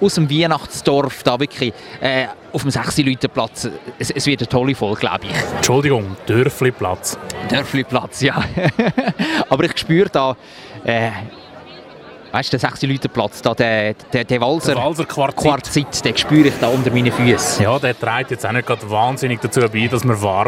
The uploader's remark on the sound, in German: LIVE vom Wienachtsmärt. Es riecht nach geschmolzenem Käse und Glühwein, überall blinkt und glitzert es und in der Luft ist das Summen unzähliger Stimmen zu hören. Besuchen den Weihnachtsmarkt auf dem Zürcher Sechseläutenplatz. LIVE vom Weihnachtsmarkt im Herzen Zürichs.